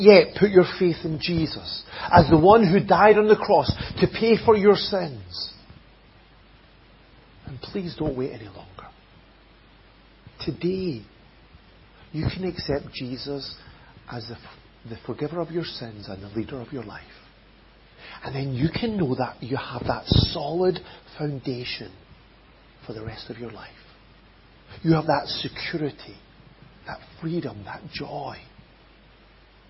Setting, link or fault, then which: setting, large echoing room